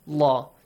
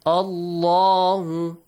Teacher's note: The lam in the word Allah will be pronounced with a heavy sound.